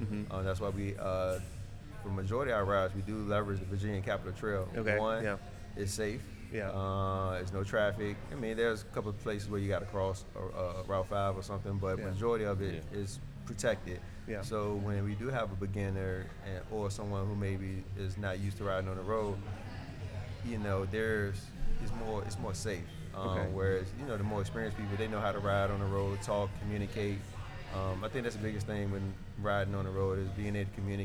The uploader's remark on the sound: This week is a Live episode recorded at Starr Hill Brewery as a part of Bike Month 2022 in Richmond, VA. There was an awesome panel assembled to discuss biking in the area.